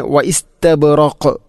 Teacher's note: വഖഫ് ചെയ്യുമ്പോൾ ഖാഫിനെ ശരിക്കും എടുത്തു കാണിക്കണം, കാരണം അത് ഖൽഖലയുടെ അക്ഷരമാണ്, ഖുതുബുജദ് എന്ന ഈ അഞ്ച് അക്ഷരത്തിൽപ്പെട്ടതാണ്.